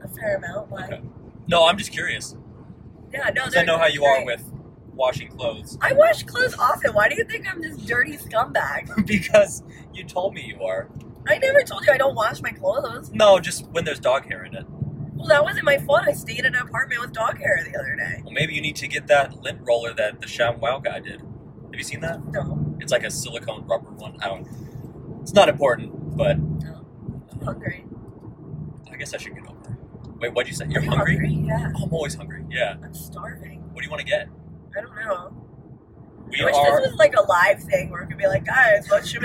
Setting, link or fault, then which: setting, inside a vehicle